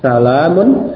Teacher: Kita ucapkan huruf lam itu raqiqah, raqiq, tipis.